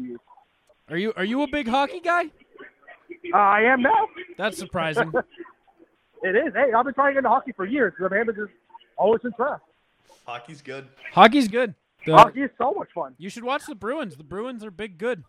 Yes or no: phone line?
yes